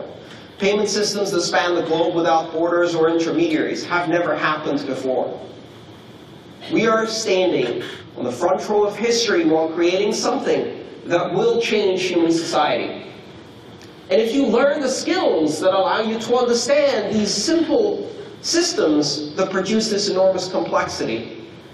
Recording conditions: live audience